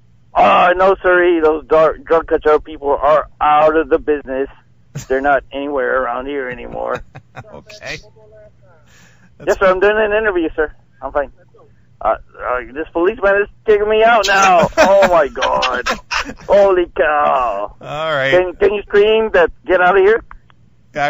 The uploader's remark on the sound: calls into the show while walking out of a concert